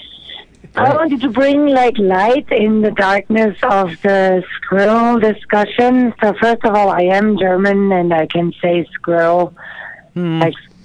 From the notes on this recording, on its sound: Phone calls.